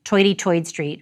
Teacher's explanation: New York is traditionally associated with R-dropping, and like Boston, it gets its share of stereotypes, like Toity Toid Street for 33rd Street.